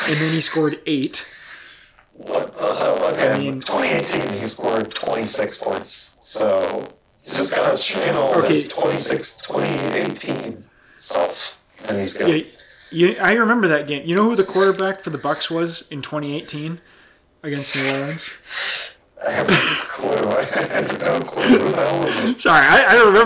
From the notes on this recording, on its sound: (FUCKED UP AUDIO). Effed the audio up and don't have time to record another. Unlistenable.